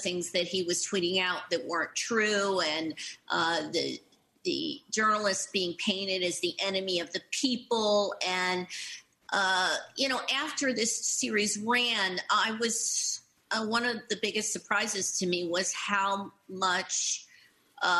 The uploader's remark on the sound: This program was recorded via video conference on July 22nd, 2021 by the Commonwealth Club of California.